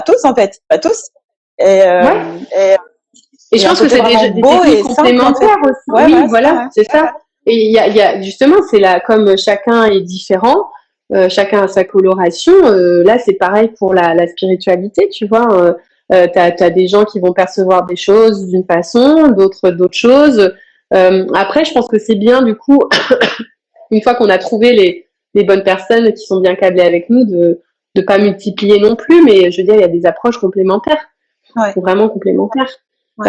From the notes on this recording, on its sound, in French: j’ai eu le plaisir d’échanger (en live Instagram)